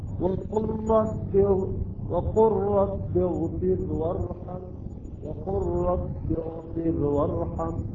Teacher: اللام والراء تدغم، اللام تحذف تصبح الراء مشددة